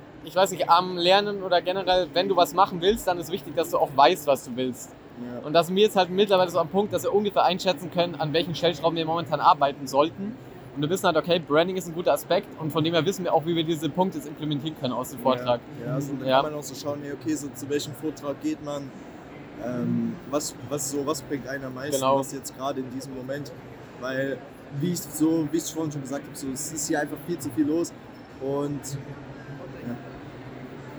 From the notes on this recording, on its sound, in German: euch mit auf die OMR, das Online Marketing Rockstar Festival in Hamburg